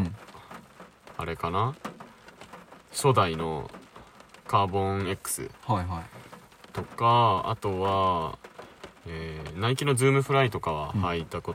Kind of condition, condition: fault, background noise